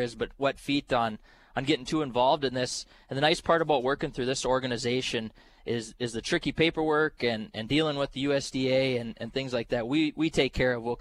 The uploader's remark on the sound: North Dakota Farmers Union Convention. Live at the NDFU Convention.